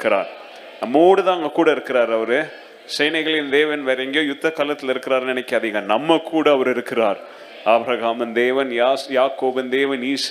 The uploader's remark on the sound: Second Service Sermon Live